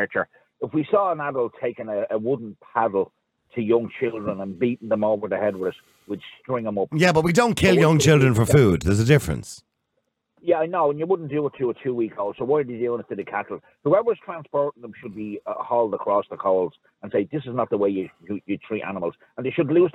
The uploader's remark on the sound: Callers ONly.